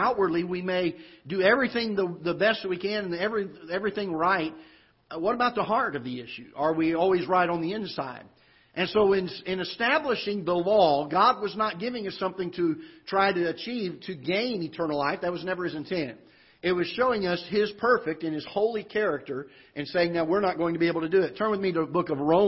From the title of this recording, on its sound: Ketha Heights Baptist Church ~ Live Broadcast